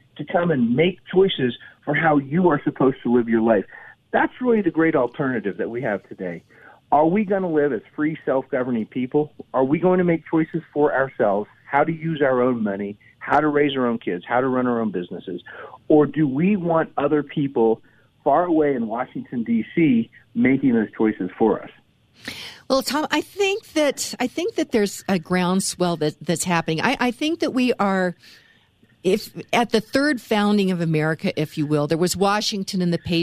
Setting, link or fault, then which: link, phone line